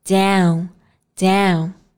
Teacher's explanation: 我们在发这个音的时候，嘴巴先张大，发 a 的音，然后收圆合拢，慢慢的画向 u 的这个音。 · Term: 双元音